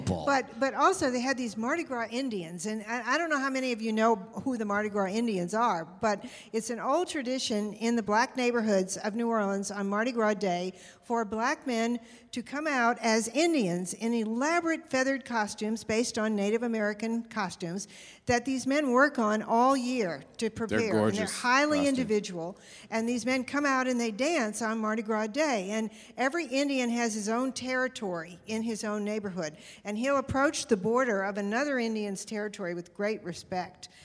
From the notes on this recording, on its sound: MONO. In the first ever “live on location” episode of The Dinner Party Show. LIVE from the floor of Bent Con, the only convention dedicated to celebrating LGBT contributions to pop culture and geekdom.